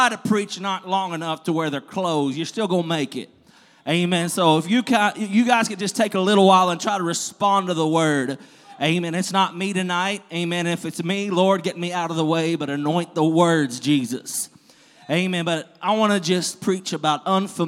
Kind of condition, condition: setting, large echoing room